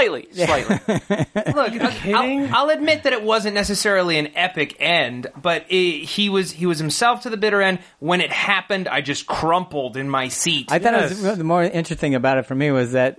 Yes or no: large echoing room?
no